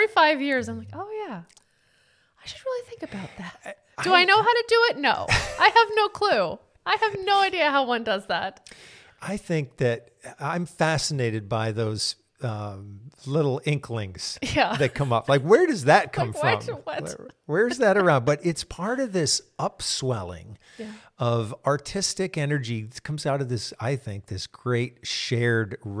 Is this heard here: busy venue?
no